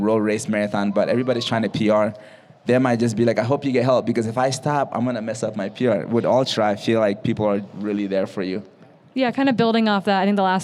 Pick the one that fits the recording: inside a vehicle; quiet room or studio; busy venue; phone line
busy venue